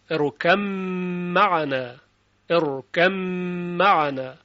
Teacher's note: با ساکنه و با میم به لحاظ مخرج بسیار نزدیک هستند و این ادغام انجام میشه